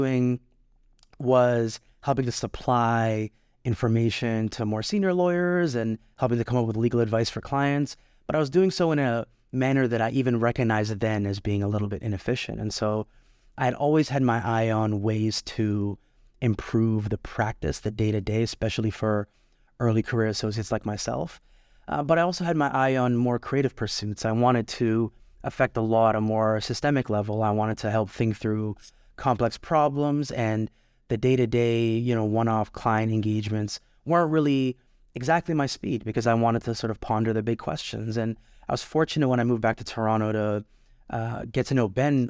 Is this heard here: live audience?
no